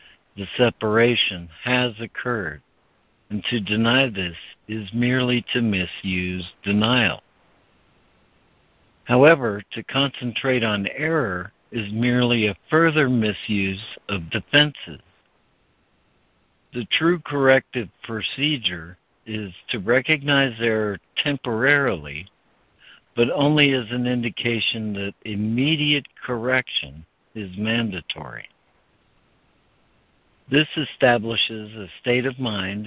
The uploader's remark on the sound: ACIM Daily Conference Call